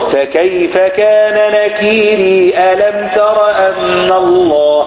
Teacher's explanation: اثبتوا الياء في اخر الكلمة وصلا لا وقفا، اذا وصلوا فكيف كان نكيري الم تر ان الله، يثبتون الياء في الوصل. · Term: اثبات الياء